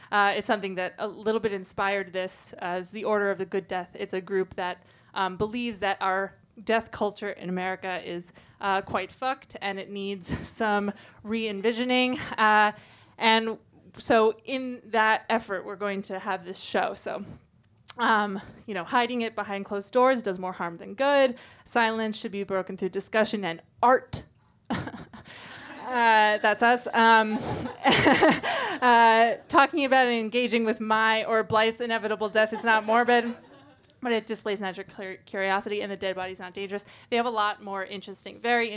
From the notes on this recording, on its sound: Recorded Tuesday, August 1, 2017 at Union Hall. At Union Hall.